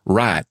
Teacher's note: you'll tend to hear the word right with a monophthong with one vowel.